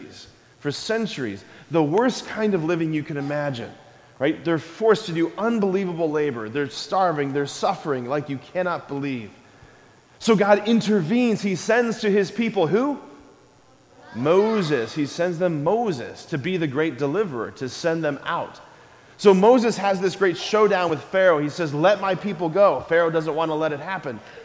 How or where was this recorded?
large echoing room